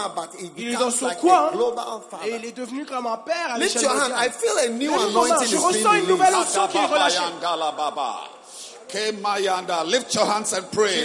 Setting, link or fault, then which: setting, live audience